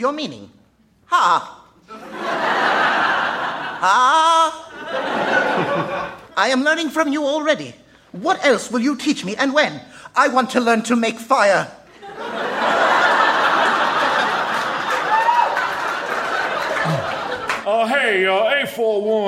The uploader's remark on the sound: Recorded Live 3/3/2012 at Largo, Los Angeles.